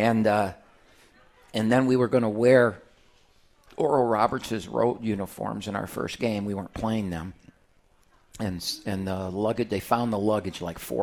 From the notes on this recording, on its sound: live from RJs Pub in Rochester Hills